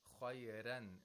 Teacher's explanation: Warsh does not apply tafkhim to the ra. It applies tarqiq to the ra.